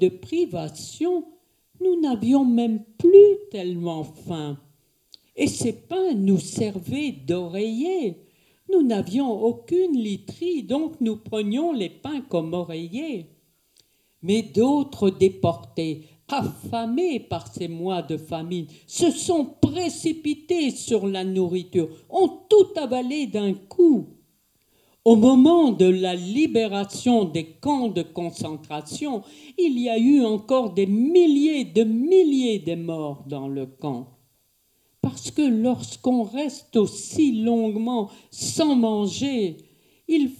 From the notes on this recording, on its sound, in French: Enregistrement réalisé à la MJC du Virolois de Tourcoing le samedi 19 janvier 2019.